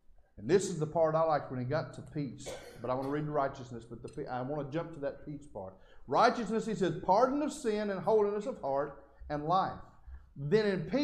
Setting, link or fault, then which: setting, large echoing room